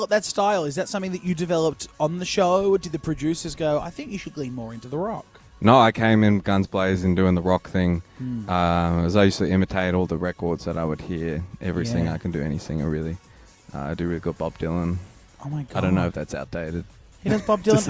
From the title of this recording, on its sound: Live at Australian Idol